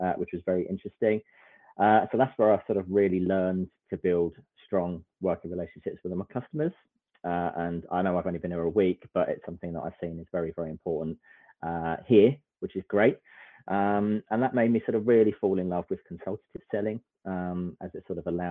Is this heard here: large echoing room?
no